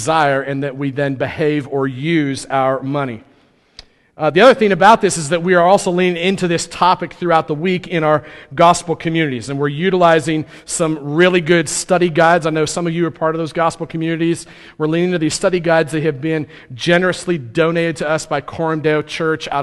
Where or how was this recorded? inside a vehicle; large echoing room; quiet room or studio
large echoing room